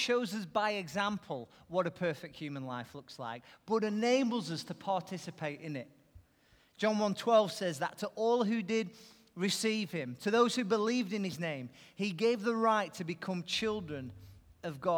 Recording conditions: large echoing room